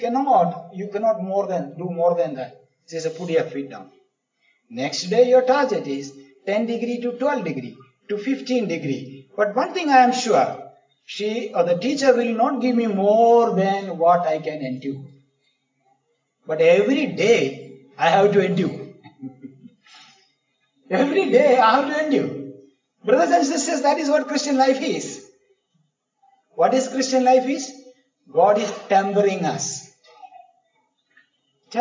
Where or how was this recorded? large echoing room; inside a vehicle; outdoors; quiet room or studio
large echoing room